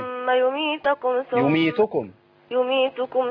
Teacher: ثم مشددة؟ نغنها حركتين